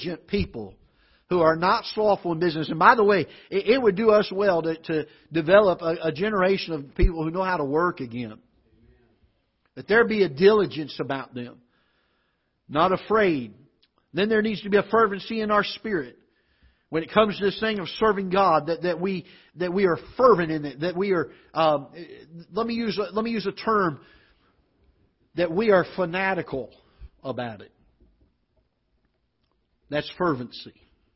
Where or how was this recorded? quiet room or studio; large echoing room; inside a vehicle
large echoing room